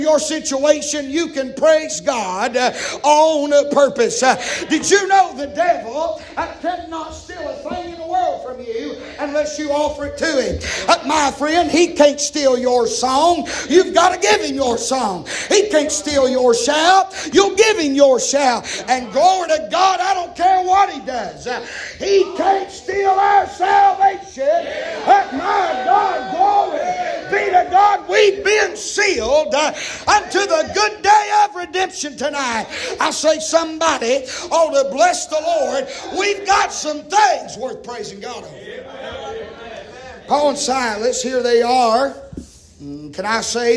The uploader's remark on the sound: live from Lake Park Ga Venture Of Faith Youth Camp on 6/16/23